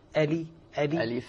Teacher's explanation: أولا تحقيق الحروف اللي فيها، تحقيق الهمزة وكسر اللام